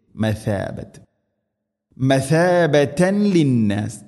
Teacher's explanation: മസാബത്ത് അല്ല, സീനല്ല, സ ഉച്ചരിക്കുന്ന സമയത്ത് നാവിൻ്റെ അറ്റം മുൻപല്ലുകളുടെ ഇരുനിരകൾക്കിടയിലൂടെ അല്പം പുറത്തോട്ട് നിൽക്കണം നേരിയ തോതിൽ. മസാബത്ത്, മസാബതൻ ലിന്നാസ്, തൻവീന് ശേഷം ലാം.